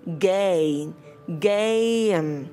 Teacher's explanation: không đọc là game trong âm e, mà mình sẽ đọc là âm e i, nó sẽ đọc là a, game, game ha.